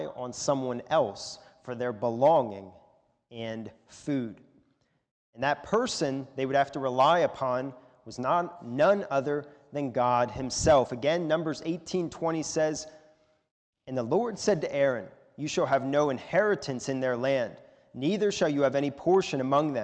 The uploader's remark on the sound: a sermon recorded at the Lebanon Bible Fellowship Church in Lebanon, PA during the morning service on 10/31/2021